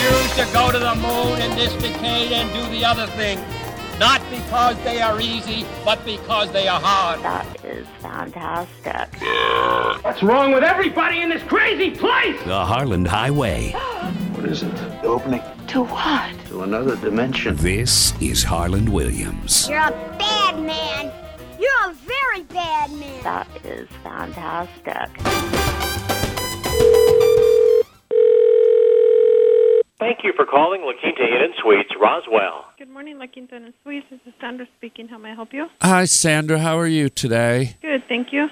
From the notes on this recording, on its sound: Phone calls from listeners. Prank UFO calls and listener phone messages.